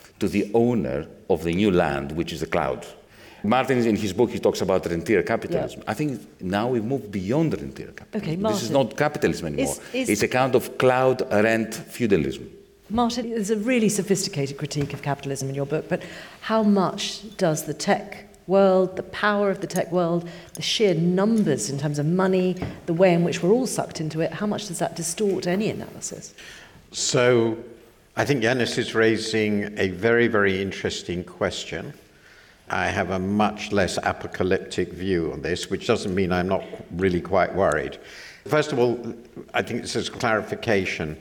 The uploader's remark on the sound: This episode brings you part one of our live event